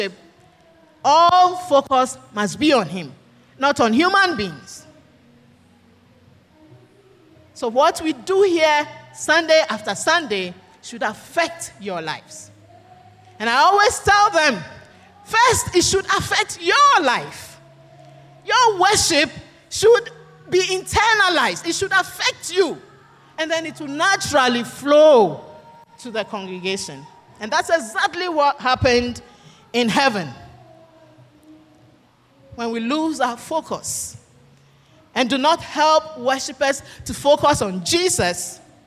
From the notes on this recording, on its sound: Sermon preached at CBC Adabraka Campus